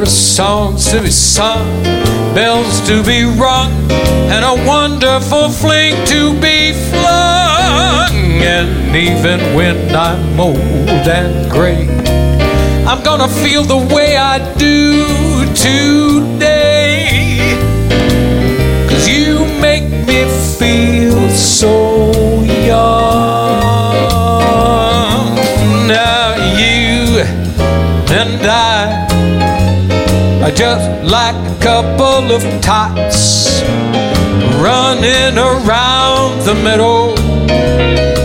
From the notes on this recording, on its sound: Live at the South Point Casino